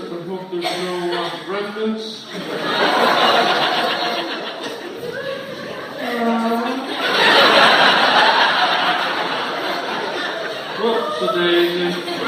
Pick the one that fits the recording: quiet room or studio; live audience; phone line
live audience